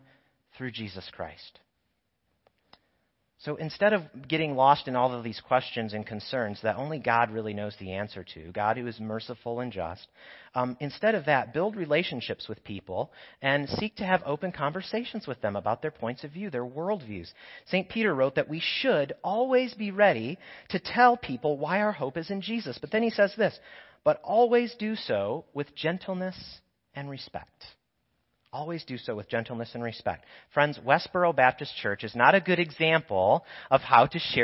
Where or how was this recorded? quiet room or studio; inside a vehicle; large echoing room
large echoing room